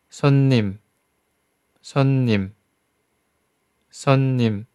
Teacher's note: 第一个字前鼻音收音，第二字闭合双唇的鼻音。